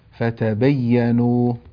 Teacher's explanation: هنا الياء مشددة ننتبه إلى ألا نمدها